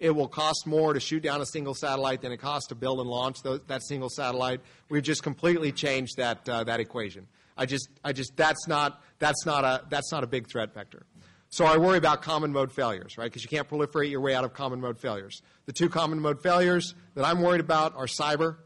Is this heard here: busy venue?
yes